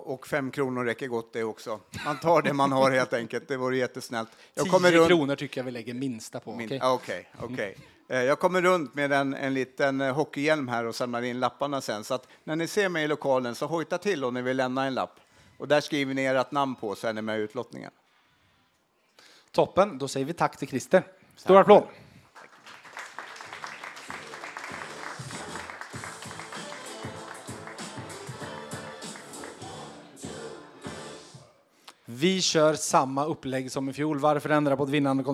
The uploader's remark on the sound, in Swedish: VF Hockey Live 2.0. För andra året i rad spelades VF Hockey Live in inför publik på Pitchers i Karlstad.